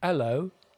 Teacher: Your glottis goes, and it stops the sound for a second. · Term: glottal stop